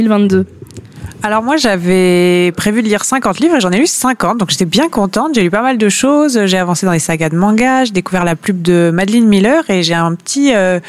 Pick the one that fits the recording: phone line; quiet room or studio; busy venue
busy venue